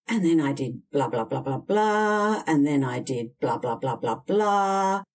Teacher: their voice will adopt a sing-song, rising intonation with every example given.